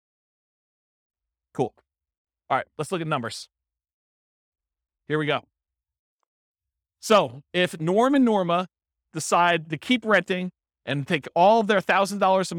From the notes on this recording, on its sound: This was a live class recorded